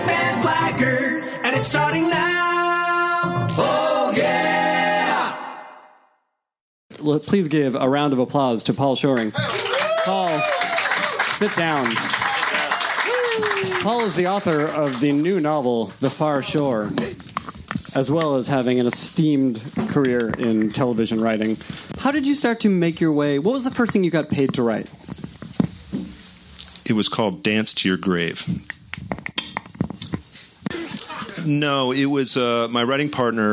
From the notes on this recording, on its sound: Recorded at Book Soup in Los Angeles on March 10, 2017.